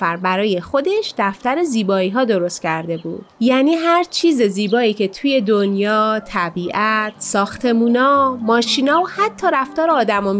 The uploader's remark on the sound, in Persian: این قسمت رو توی حیاط ضبط کردیم. روی یک زیرانداز، زیر درخت شاتوت و کنار گلهای باغچه نشستیم.